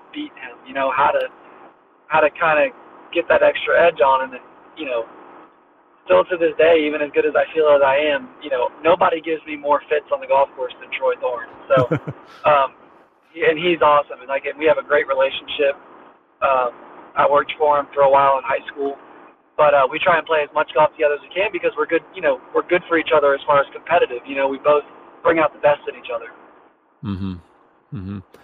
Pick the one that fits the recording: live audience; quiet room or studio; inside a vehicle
inside a vehicle